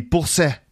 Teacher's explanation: a T sound, sometimes can sound like a S sound. It becomes more fricative.